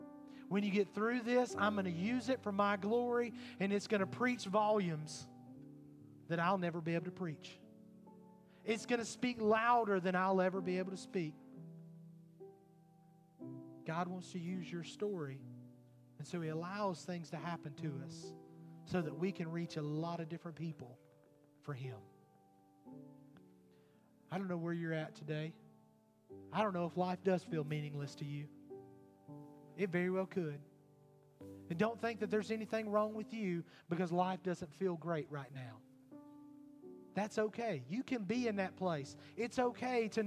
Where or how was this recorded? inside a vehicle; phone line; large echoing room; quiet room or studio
large echoing room